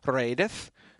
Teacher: the first E is long and the second E is short, and it just sounds like eth instead of eighth.